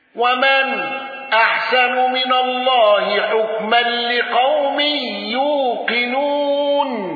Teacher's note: ابن ذكوان بالسكت على المفصول، واندرج معه حفص وخلاد وإدريس: ومن أحسن من الله حكما لقوم يوقنون.